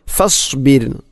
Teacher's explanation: ഫസ്ബിർ റായിനെ തെർക്കിക്കാണ് അഥവാ നേർപ്പിച്ചുകൊണ്ട് ഉച്ചരിക്കണം